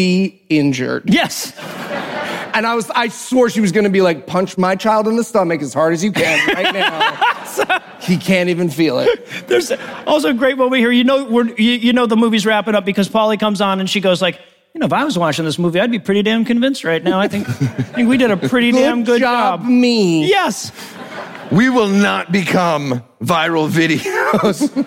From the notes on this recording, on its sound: Live from QED 2022 in Manchester, England